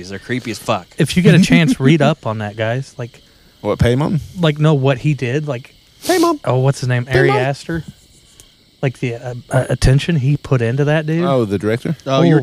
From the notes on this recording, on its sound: This episode was recorded at the campground around other people, in the fresh cool Indiana air.